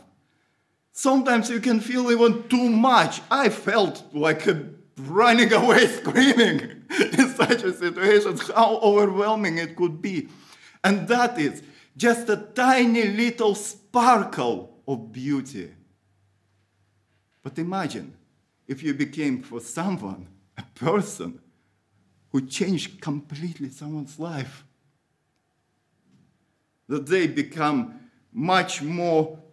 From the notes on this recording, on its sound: Audio from a sermon in Hatch End